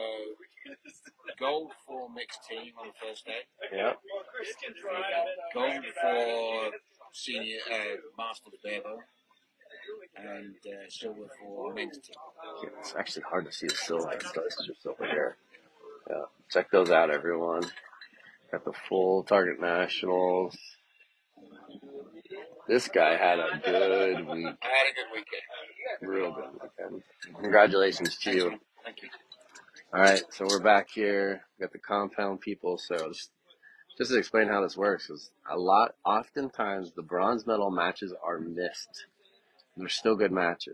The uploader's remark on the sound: (Live Feed). This previously recorded live feed with commentary of the Bronze medal match. Sorry about the poor video and audio quality as it was a FB live feed.